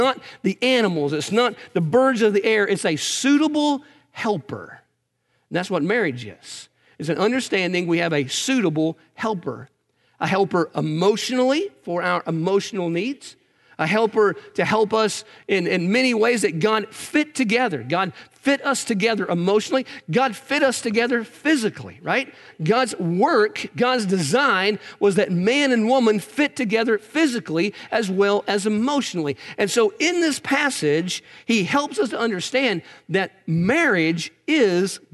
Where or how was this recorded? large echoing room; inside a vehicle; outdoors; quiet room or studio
large echoing room